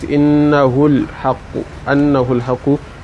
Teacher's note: And the sukun that you are going to be discarding in this case now will be the wa sukun that you wanted to give. So you have to recite with it innahul haqu without you bringing up yani the madda anymore.